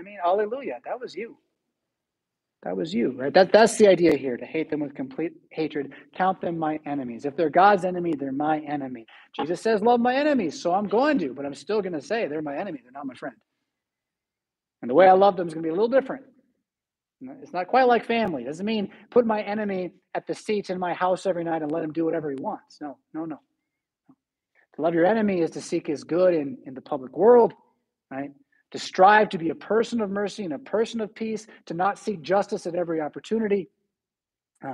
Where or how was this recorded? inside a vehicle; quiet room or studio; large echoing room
large echoing room